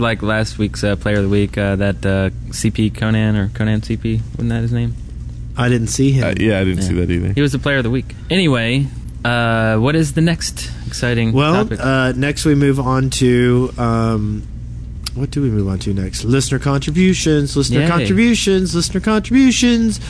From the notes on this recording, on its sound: We had a blast and managed to record a CP episode right in the middle of the convention floor. Podcasting live from Play On Con in Birmingham Alabama over the 4th of July weekend. We had a blast and managed to record a CP episode right in the middle of the convention floor.